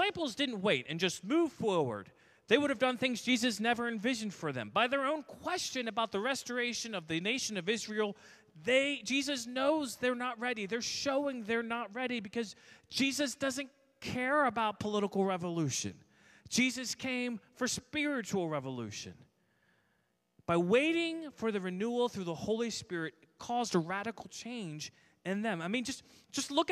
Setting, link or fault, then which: setting, large echoing room